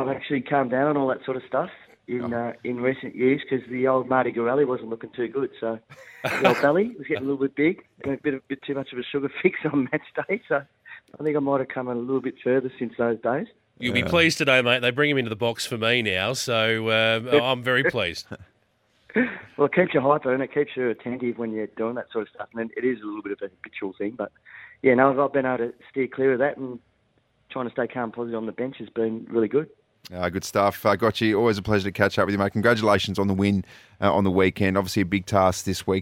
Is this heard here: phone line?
yes